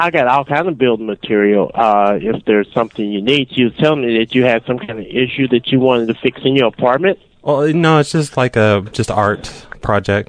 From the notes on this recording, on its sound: RBCP's Personal Prank Phone Calls Collection